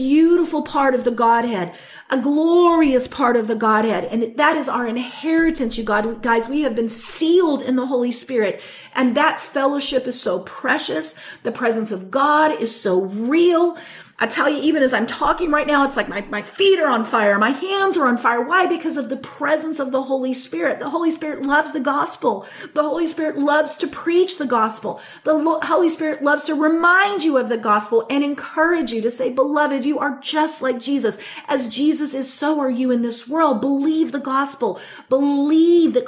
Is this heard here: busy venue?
no